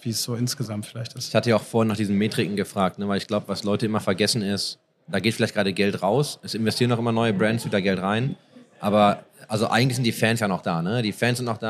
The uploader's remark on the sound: Live at IEM